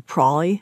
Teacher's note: There was a drop out of the L, so words like probably would be prolly